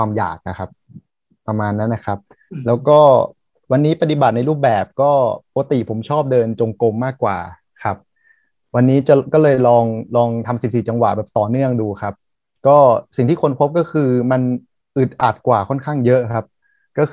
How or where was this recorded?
video call